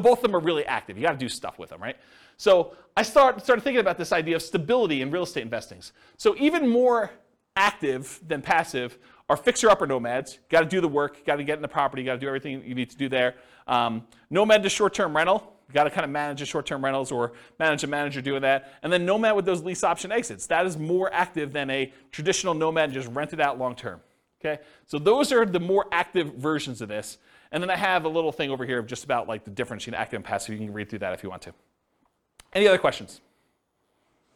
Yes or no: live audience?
yes